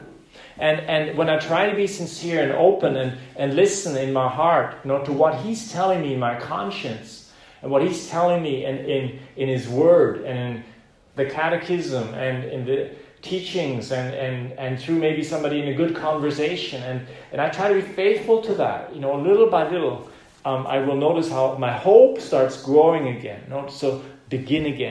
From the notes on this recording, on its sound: Preached this message on the 10th of May, 2020 in the "Zentrum Johannes Paul II. Center in Vienna, Austria.